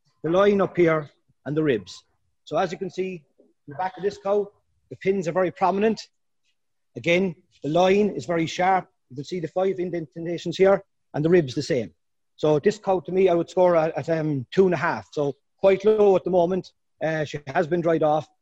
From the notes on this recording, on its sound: Teagasc is running a weekly Let's Talk Dairy webinar series which is also being made available afterwards as a bonus podcast episode. In this webinar. From Moorepark farm.